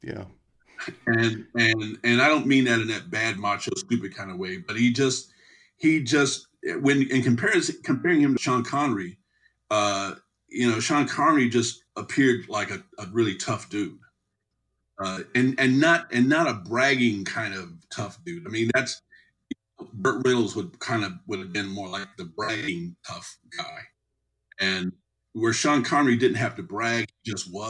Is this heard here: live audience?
no